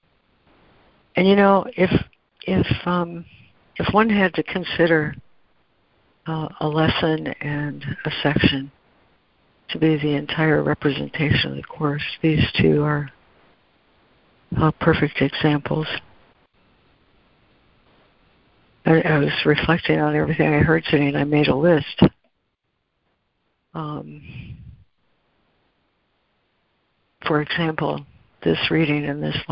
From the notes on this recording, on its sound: ACIM Daily Conference Call